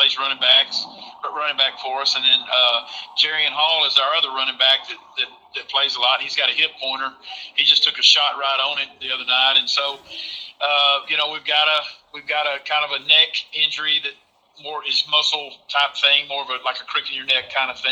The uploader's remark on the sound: This interview was recorded by phone